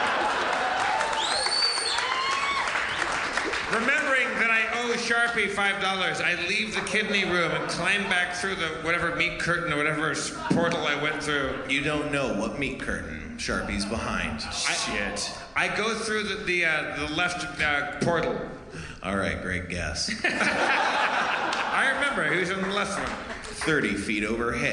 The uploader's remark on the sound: Harmoncountry: Madison, WI. The audience shouts weird things!